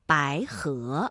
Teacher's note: 两个阳平相连，第一个要变成三四，第二个要保持三五。 · Term: 连接变调